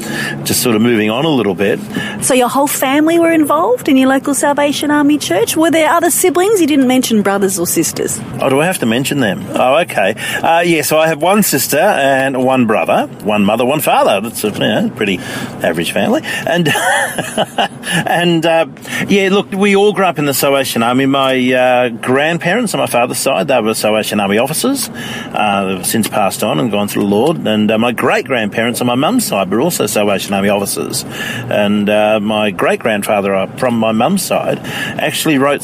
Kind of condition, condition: setting, inside a vehicle